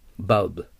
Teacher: そしてその次ブは母音を残さないように切ってください